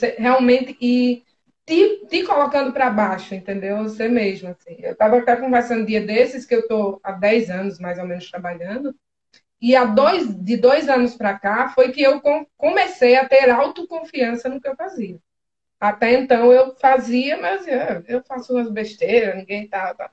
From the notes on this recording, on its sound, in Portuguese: conversas ao vivo (live) no Instagram